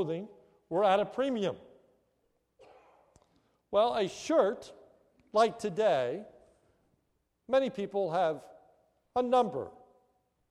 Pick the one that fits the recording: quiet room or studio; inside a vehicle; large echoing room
large echoing room